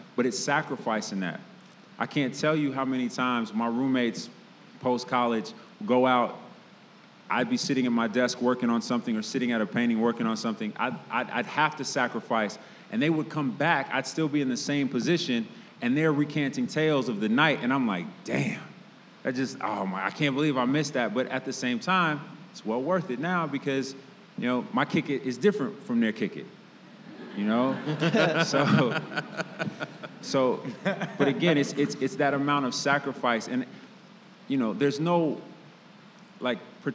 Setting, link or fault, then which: setting, live audience